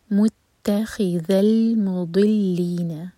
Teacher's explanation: ضاد heavy, again زبان کی سائڈ سے